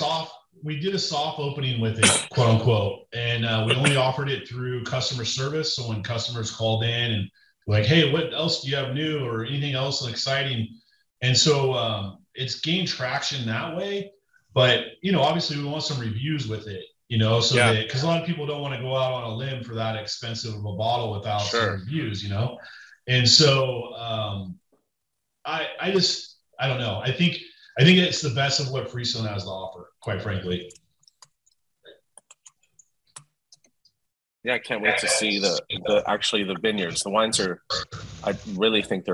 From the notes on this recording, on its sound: Listen in on their entire Zoom chat